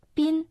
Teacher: Третий иероглиф «пин» произносится в первом тоне.